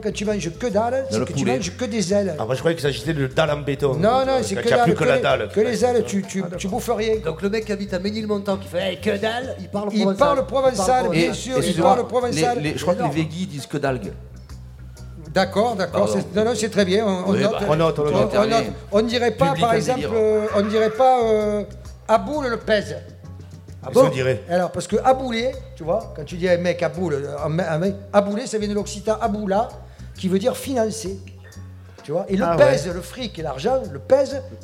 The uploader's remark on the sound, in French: 2h en direct des Grandes Tables